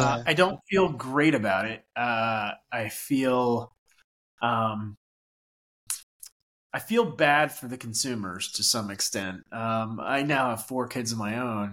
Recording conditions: drop-outs